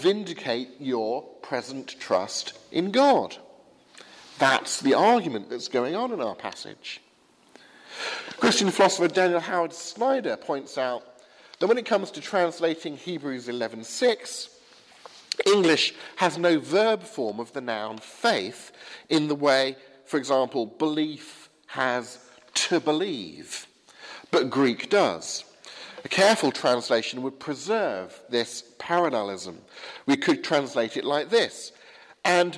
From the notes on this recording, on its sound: preached at the 8 am service at Highfield Church, Southampton